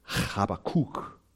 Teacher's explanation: you would put the emphasis on the last syllable